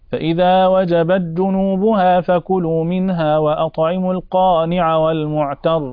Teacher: وهنا يقرأ وجبت جنوبها بالإدغام أبو عمرو وحمزة والكسائي وخلف بن العاشر